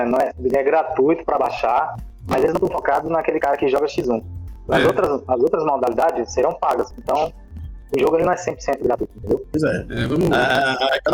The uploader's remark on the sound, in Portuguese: Pedimos desculpas pela qualidade do áudio, pois neste programa tivemos problemas na transmissão.